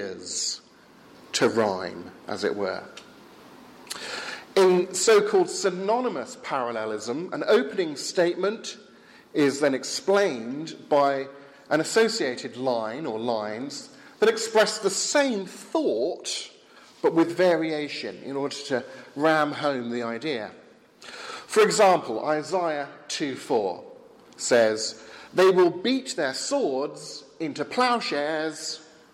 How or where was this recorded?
large echoing room